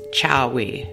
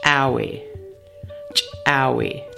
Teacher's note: This word is used to practice the letter called ejective C with a wedge in the Tsklallam alphabet. The ejective C with a wedge sound in Tsklallam is pronounced like the CH sound in English, but with a strong pop.